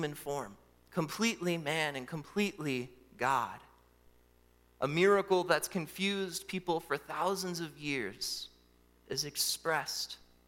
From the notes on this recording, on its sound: during the Christmas Eve Morning Worship Service on Sunday, December 24, 2023, at Calvary Baptist Church in Battle Creek, Michigan